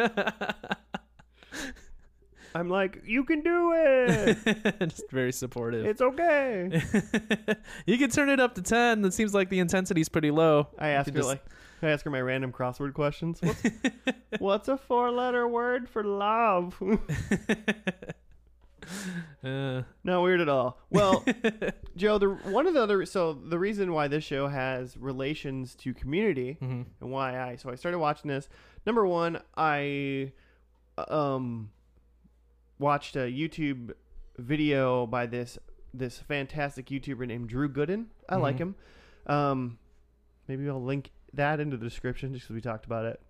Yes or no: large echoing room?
no